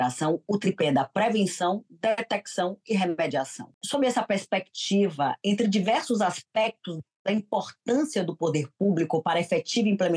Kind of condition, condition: link, video call